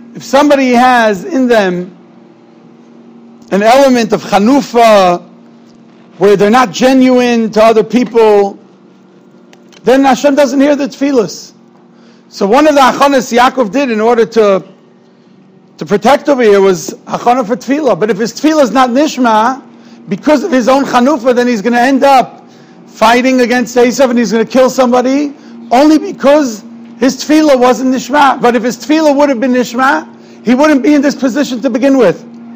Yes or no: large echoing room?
yes